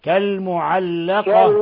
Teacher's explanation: كالمعلقة لا تقف على اللام المشددة ما في غنى على اللام ما في غنة اللام ليس حرف غنة